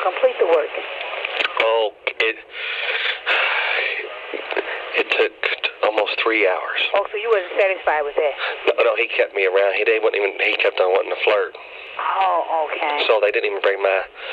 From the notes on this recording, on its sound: Prank Phone Calls